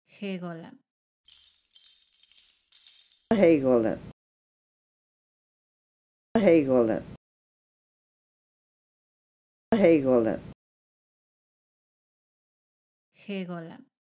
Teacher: If you listen carefully, you can hear that it's sort of a softer G made more in the back of the throat · Term: Yurok G